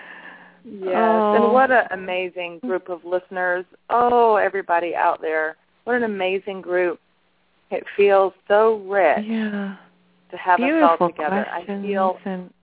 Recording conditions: phone line